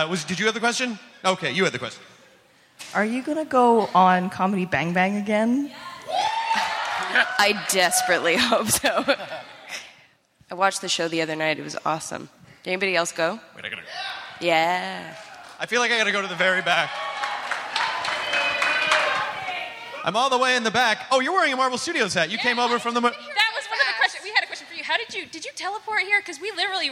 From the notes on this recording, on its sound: Live from SDCC 2016. It's the first show from SDCC 2016 at the Balboa Theater! Takes some questions from the audience.